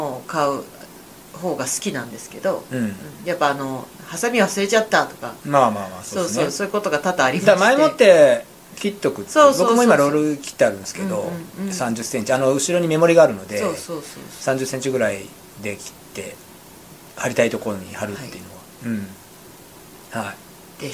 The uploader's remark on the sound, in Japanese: 録音時のミス、編集時のミス、公開時のミスと３つのミスが重なり、公開した音声をステレオで再生すると、BGMが大きくて、我々の声が全然聞こえない状態になってしまいました。どうしてもノイズが消せていませんし、雑音も残ってます。